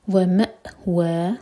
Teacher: حمزہ پر cut off sound, قلقلہ نہ ہو